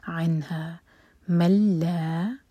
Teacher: عنہا ملا، M T نون کے بعد لام، یہ ادغام بغیر غنہ کے تو نون کی آواز نہیں آئے گی، میم کو سیدھا لام سے جوڑیں گے